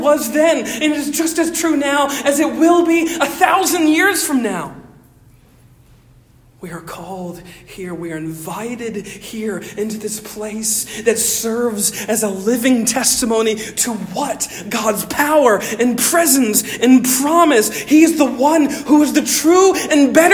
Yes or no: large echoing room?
yes